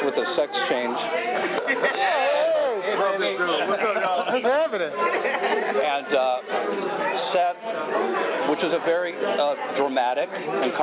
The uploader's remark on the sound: Captured at a San Diego Comic-Con Press Room on Saturday July 23, 2022 in the Aqua Salon at the Hilton Bayfront. As we dip into our SDCC 22 audio archives yet again for these incredible roundtable interviews.